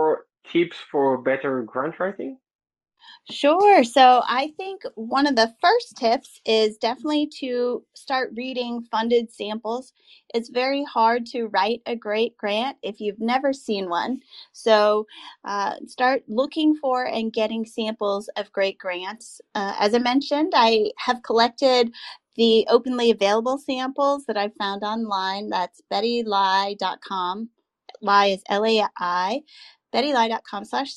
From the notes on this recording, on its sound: it was actually recorded live on twitter through twitter spaces